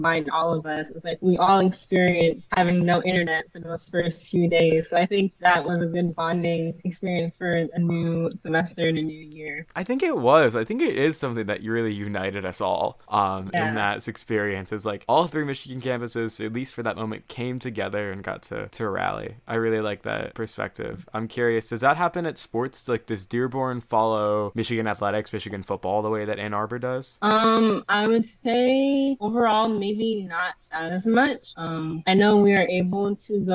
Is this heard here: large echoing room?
no